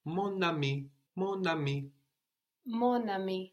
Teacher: So, if you say, for example, my friend, because ami starts with a vowel, it activates the N on mon